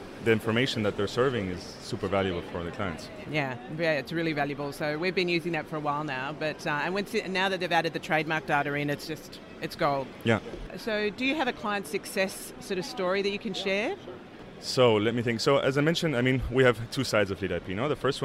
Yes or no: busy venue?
yes